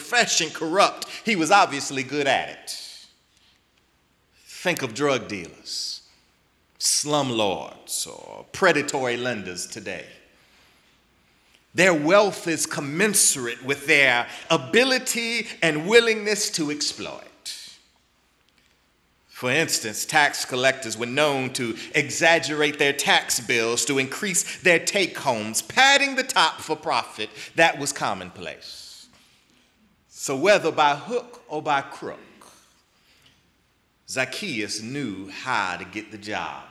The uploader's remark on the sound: in the Memorial Church at the Knafel Center